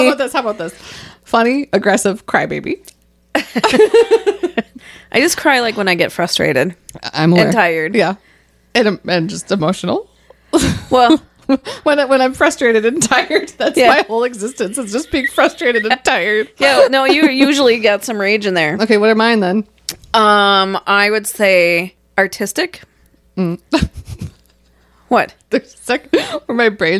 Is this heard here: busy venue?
no